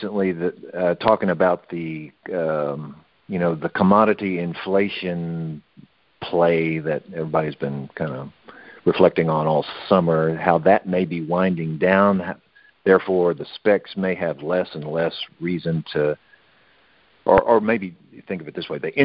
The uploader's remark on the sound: Monthly Conference Call